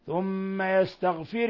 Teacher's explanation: ميم مشددة تغن مقدار حركتين